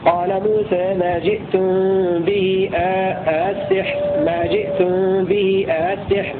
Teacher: هكذا يقرأ أبو عمرو بالمد المشبع أو التسهيل مع القصر